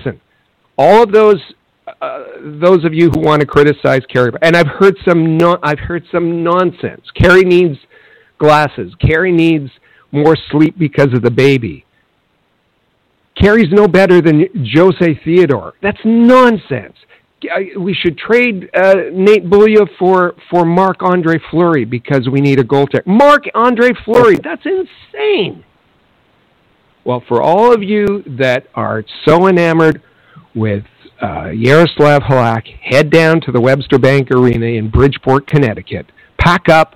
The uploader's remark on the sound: We take your phone calls.